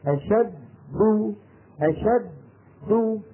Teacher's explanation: الدال الأولى ساكنة مدغمة خرجت بالتصادم بين طرفي عضو مفصل. دو دال متحركة خرجت بالتباعد بين طرفي عضو مفصل